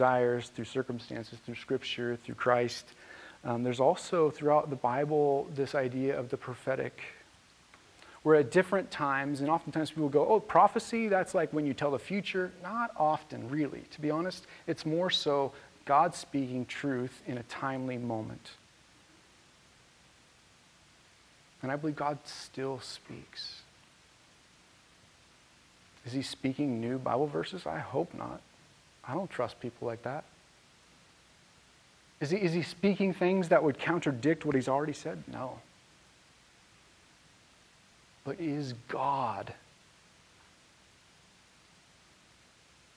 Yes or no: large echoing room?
yes